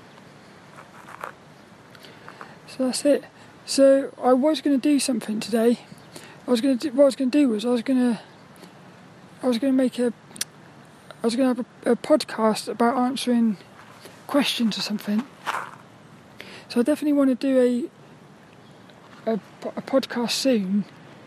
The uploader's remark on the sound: This 'About The Tings' episode is a Walk and Talk. I got to play on the swings.